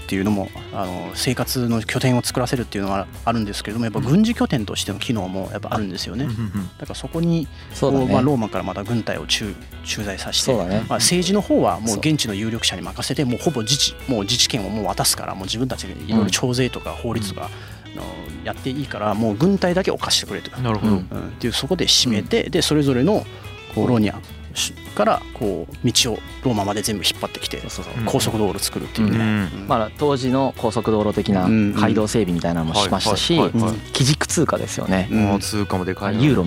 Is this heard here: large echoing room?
no